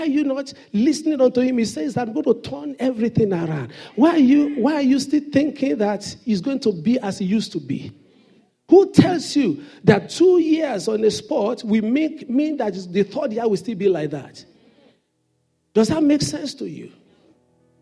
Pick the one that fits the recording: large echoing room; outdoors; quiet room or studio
large echoing room